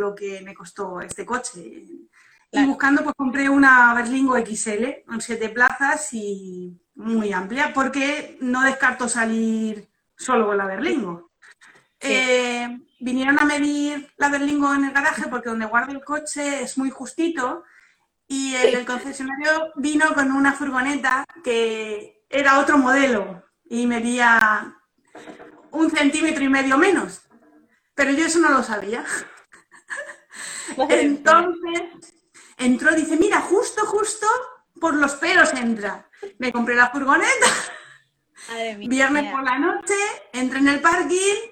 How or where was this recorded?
video call